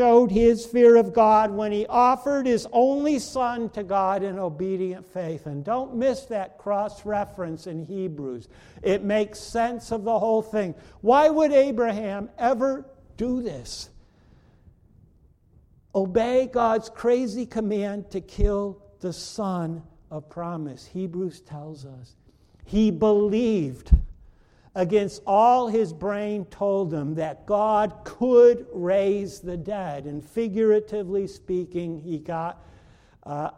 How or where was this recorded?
large echoing room